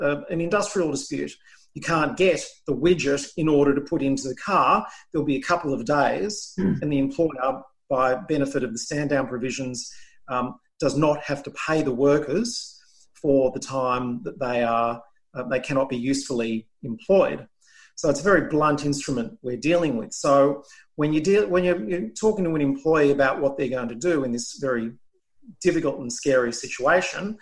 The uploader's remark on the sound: via zoom